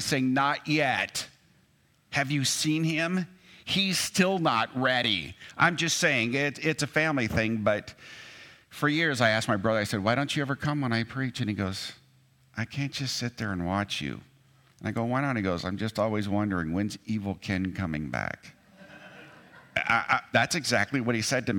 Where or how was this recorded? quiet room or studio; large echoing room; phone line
large echoing room